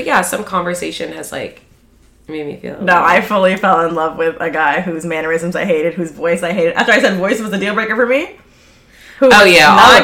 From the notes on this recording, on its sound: It's also full of belly laughs directly into the mic. In person girl chat.